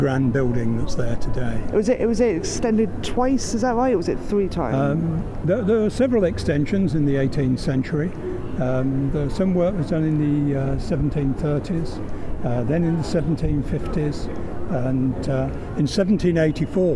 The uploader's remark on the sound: We walk around Bath as we explore what's beneath your feet, when you're standing outside The Roman Baths Museum.